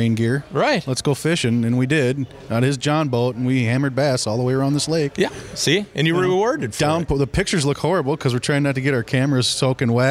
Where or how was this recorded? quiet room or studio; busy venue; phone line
busy venue